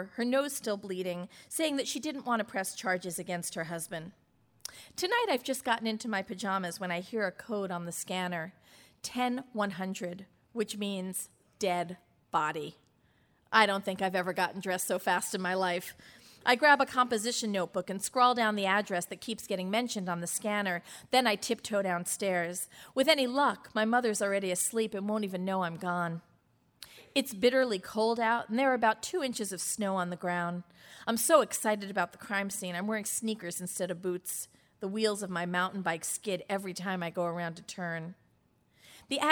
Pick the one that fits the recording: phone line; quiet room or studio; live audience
live audience